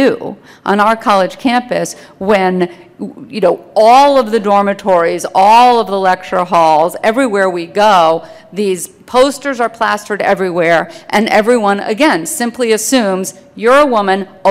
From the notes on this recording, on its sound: remarks were delivered during the Clare Boothe Luce Policy Institute's Midwest Women's Summit in April 2015 in Minnesota.